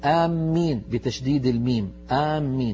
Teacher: في لهجة ثانية آمين بتشديد الميم